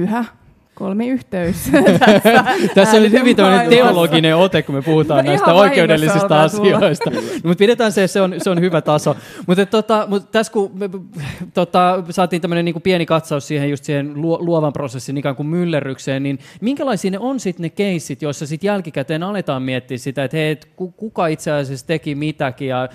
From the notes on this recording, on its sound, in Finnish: Ohjelma on tallennettu liveyleisön edessä Helsingin Töölössä pidettävillä Sideways-festivaaleilla.